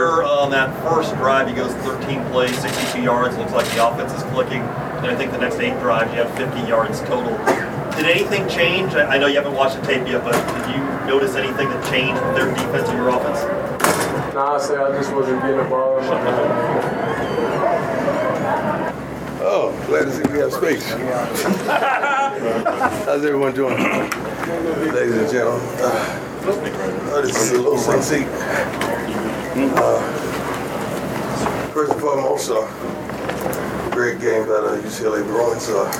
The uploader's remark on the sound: Buffaloes blitzed at the Rose Bowl: Post-game press conference.